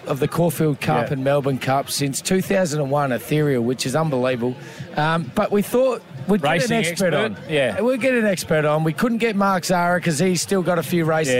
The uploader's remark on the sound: We're live from Morphettville for the Melbourne Cup!